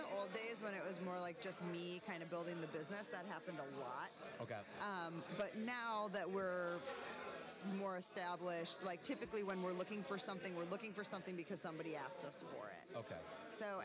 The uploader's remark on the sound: We're live at the Arrogant Frog Bar